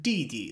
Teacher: it tends to be that the second time you say it, it's fifth tone